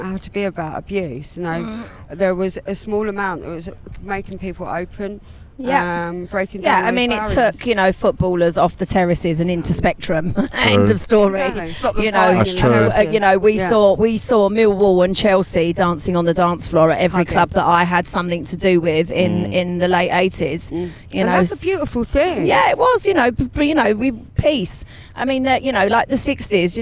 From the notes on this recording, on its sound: Jump in the Audiomango studio van for a chat at Brighton Music Conference. Recorded live for istreem.tv.